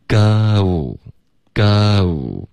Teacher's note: 把它分成两段会比较饱满一点的滑动，然后 go 也是分成两段